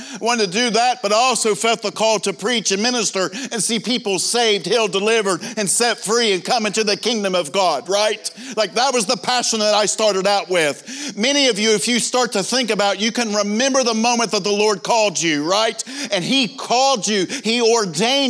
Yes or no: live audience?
yes